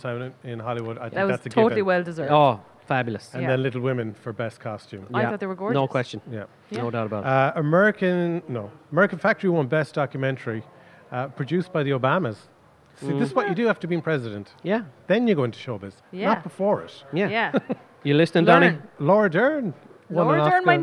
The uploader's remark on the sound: Recorded at Eye Cinema Galway.